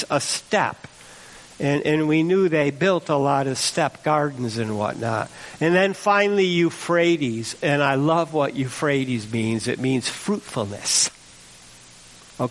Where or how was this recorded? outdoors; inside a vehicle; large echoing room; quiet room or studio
large echoing room